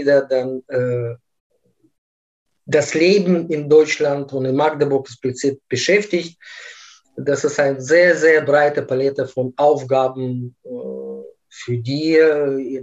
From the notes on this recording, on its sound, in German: Aufgrund der nach wie vor anhaltenden Corona-Pandemie haben wir das Gespräch als Videokonferenz aufgenommen.